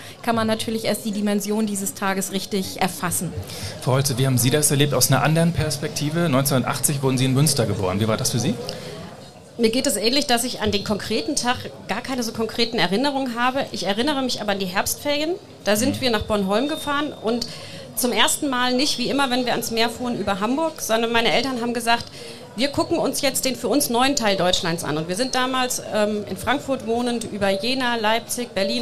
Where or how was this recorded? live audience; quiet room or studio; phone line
live audience